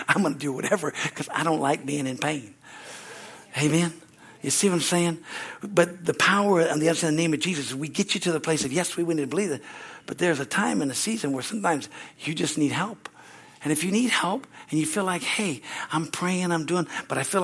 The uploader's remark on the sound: from the Wednesday service on July 19, 2023 at Harvest Bible Church in Stockton, CA.